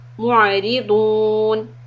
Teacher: and ra kisra will be soft